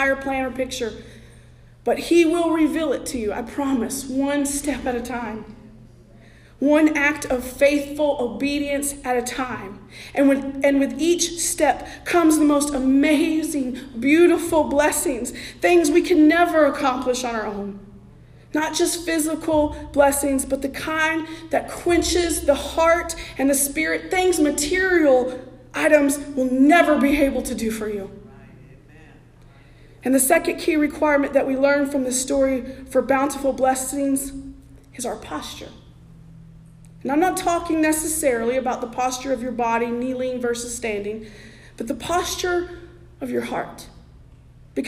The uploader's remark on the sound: Sermon preached at The Salvation Army Augusta Kroc on November 26, 2023